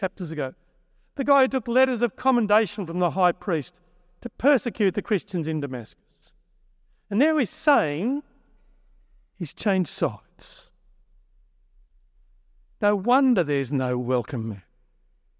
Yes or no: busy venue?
no